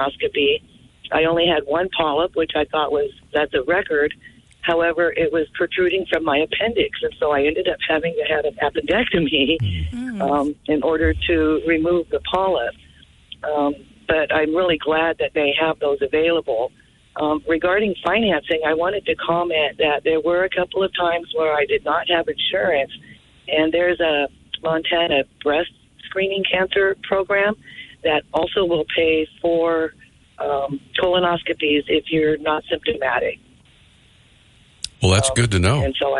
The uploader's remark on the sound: Then we had an hour of open phones.